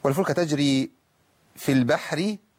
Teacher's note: انا عندي الحاء مرققه والراء مرققه واللام مرققه، يعني مفيش حد ليه عذر ان هو يفخمها.